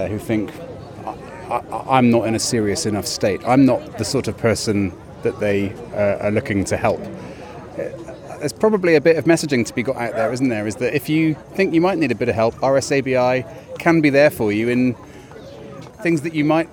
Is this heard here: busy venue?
yes